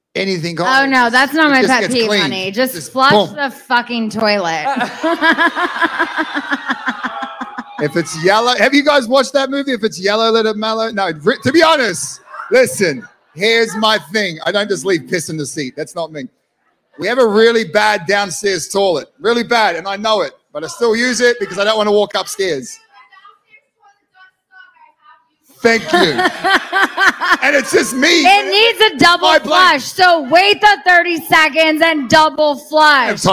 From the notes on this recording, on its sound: live at The Bourbon Room in Los Angeles